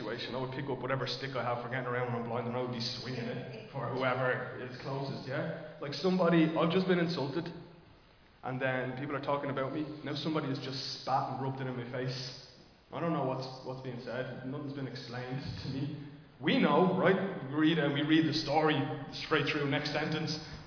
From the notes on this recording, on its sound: Recorded live in Liberty Church